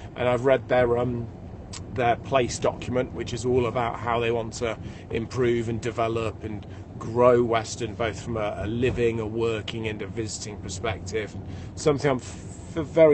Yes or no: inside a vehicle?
yes